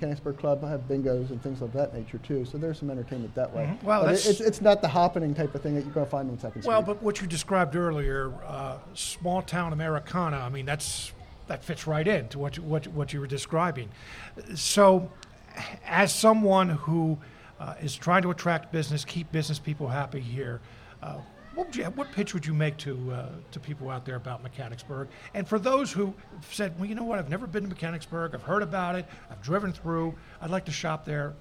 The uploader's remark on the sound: Smart Talk is being broadcast live from Jubilee Day in Mechanicsburg. Smart Talk will be set up at 138 West Main Street at Clay's Service Center.